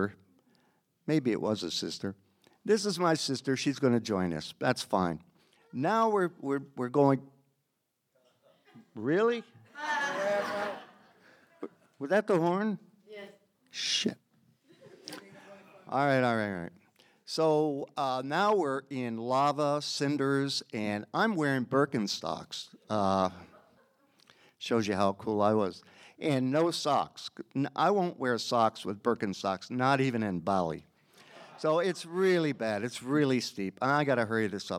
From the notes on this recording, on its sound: recorded live at the Provincetown Theater on October 9, 2019.